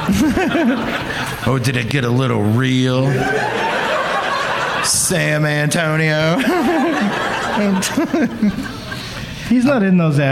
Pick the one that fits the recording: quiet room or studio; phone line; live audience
live audience